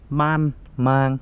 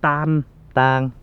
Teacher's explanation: A merge of final N and ng into ng in Southern dialect